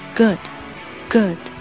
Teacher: 然后那个 d 呢，不要发的太明显，把它吃掉一半